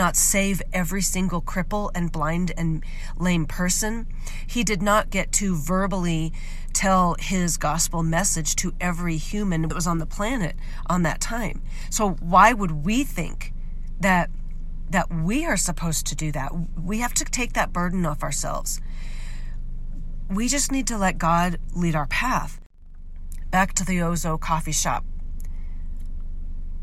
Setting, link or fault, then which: setting, inside a vehicle